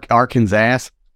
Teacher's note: states that Arkansas should be pronounced in three syllables with the final S silent, the A in each syllable with the Italian sound, and the accent on the first and last syllables